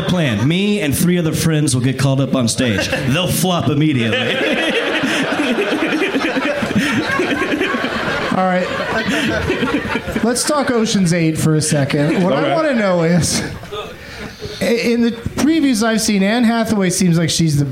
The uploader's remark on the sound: Live from the Cap City Comedy Club in Austin